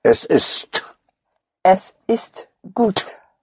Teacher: all consonants, all sounds in German are clearly pronounced even when they're unstressed. The T has to be heard.